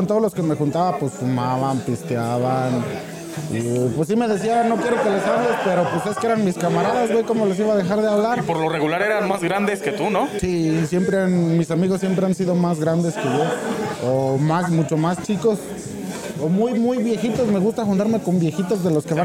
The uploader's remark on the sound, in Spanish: En Vivo desde Jabaly Drink